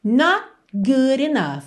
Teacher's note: Você não ouve T de not.